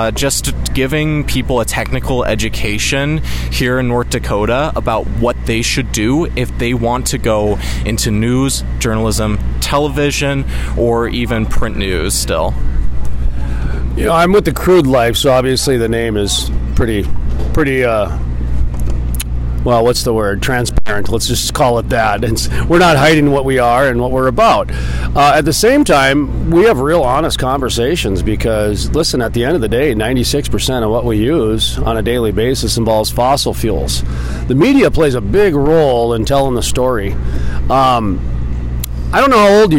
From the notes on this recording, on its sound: in front of the Bismarck Civic Center at the Williston Basin Petroleum Conference